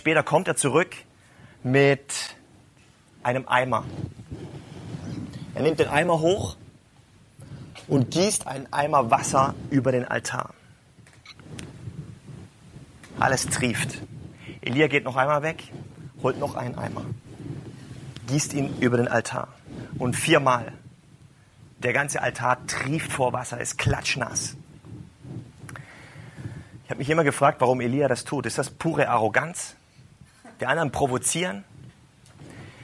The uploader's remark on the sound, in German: Live gehalten auf Kanzeln und Bühnen, in Kirchen, Kneipen und Locations in Hamburg und anderswo.